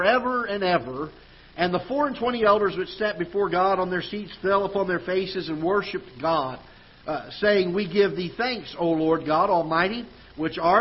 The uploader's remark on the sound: Ketha Heights Baptist Church ~ Live Broadcast